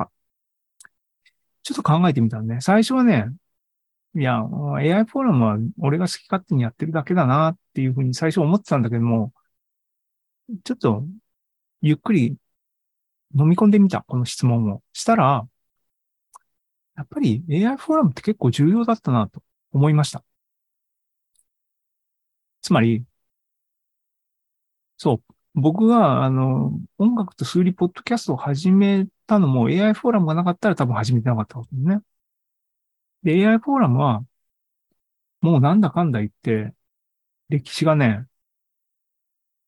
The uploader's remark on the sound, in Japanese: ２０２３年５月３１日に開催した ZOOMライブの模様です